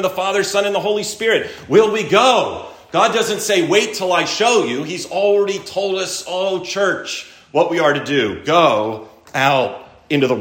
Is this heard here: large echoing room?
yes